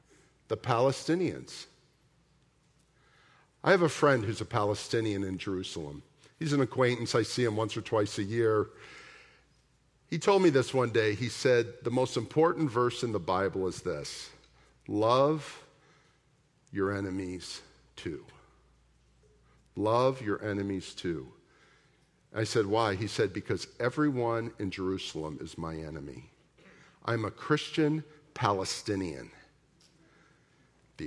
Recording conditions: large echoing room